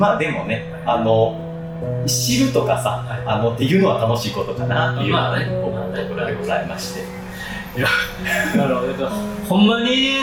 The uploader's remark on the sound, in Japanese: 録音環境が騒がしく編集・調整しておりますが、少し聞きずらい所がございます。